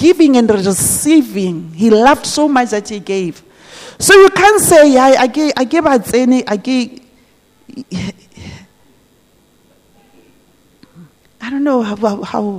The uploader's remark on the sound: This message was preached at GTCFC City Campus.